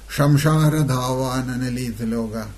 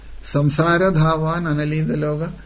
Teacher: Sa is not there in Bengali. They always say sha. · Shown in: first take